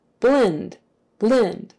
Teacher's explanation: The B and the L kind of run together. · Term: L blend